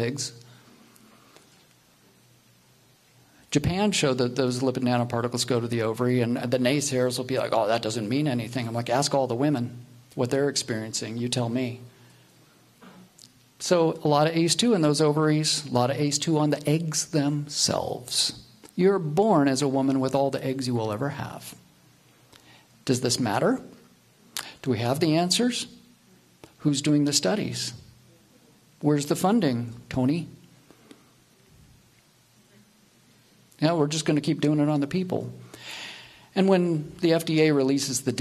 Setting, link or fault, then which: setting, live audience